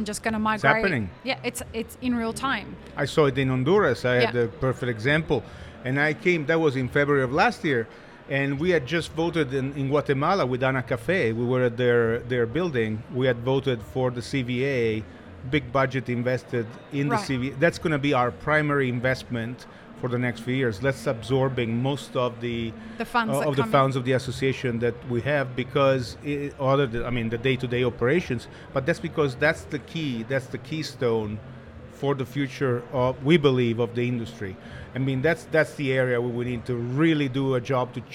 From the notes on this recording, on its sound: live-streamed from the show floor at World of Coffee Dubai 2024 on Jan 21-23 2024